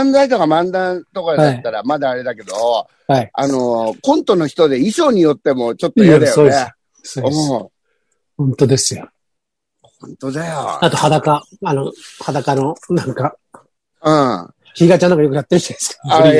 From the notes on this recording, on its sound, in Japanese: ZOOMで収録